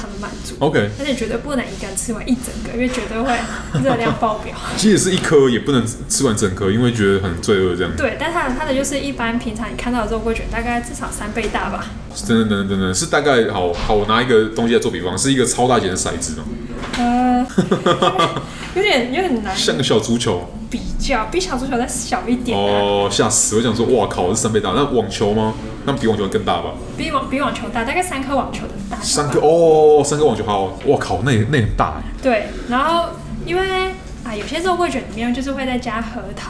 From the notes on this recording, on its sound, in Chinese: 本集白噪音指數：微風級 2/5。錄音地點： Boulangerie Ours。